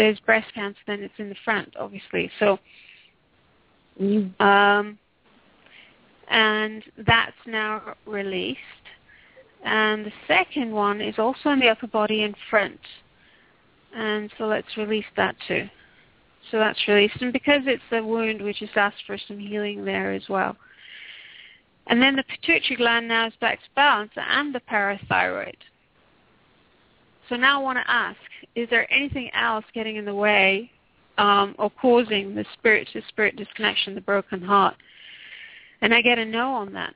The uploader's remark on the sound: Takes your calls for healing live today!